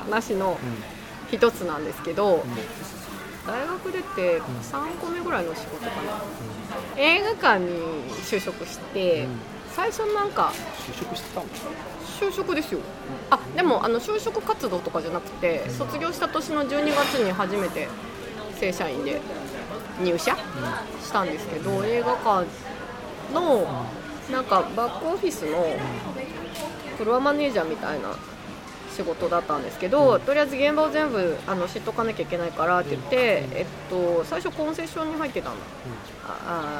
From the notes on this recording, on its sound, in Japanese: 収録日: 2017年6月28日 (雨) 収録場所: 上野公園